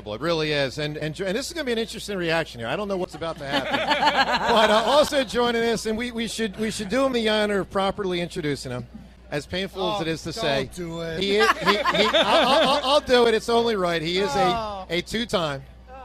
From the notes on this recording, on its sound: Go Birds! LIVE In Sea Isle.